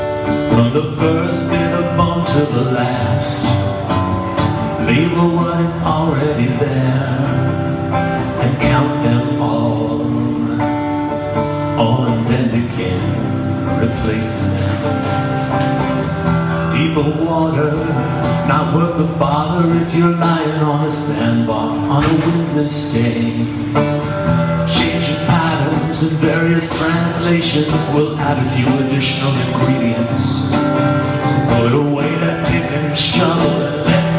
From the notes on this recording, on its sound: Live At Cafe 1001, Shoreditch.